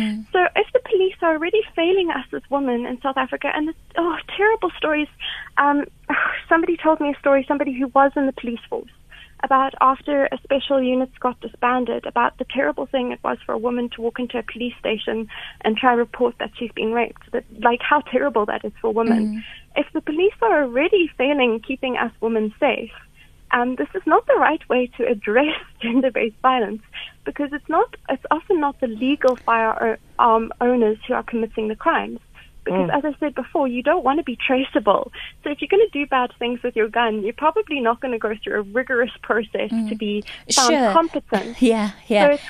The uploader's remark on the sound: SHE IS ON THE LINE